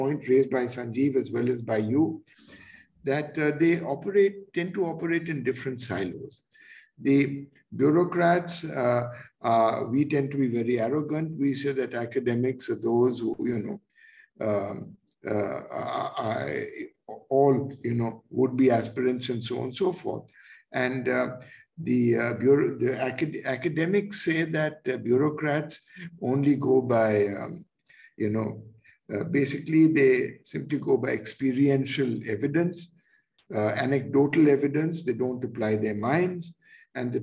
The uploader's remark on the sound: Zoom and Facebook Live